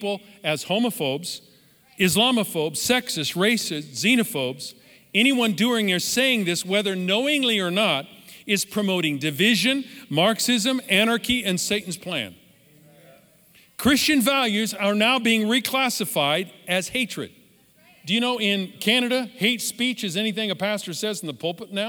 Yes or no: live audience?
yes